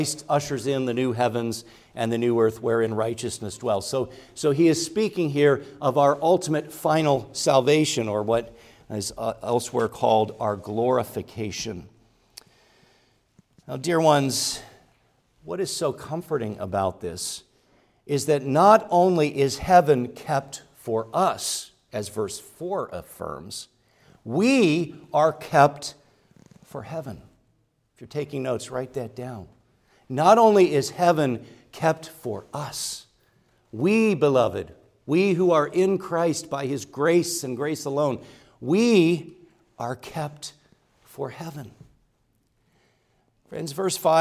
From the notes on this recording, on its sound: preached at Grace Orthodox Presbyterian Church in Sewickley, PA, during the evening Worship Service on Sunday, November 05, 2023.